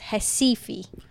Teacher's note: Because their R's are pronounced as H's. And their E's are pronounced as I's. Wow. So the end of it, that's why it's Recife.